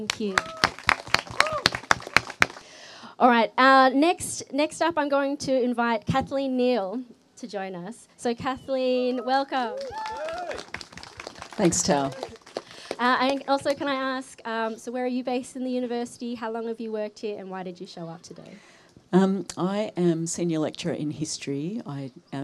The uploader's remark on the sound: Episodes recorded at the teach-in held during the October strike.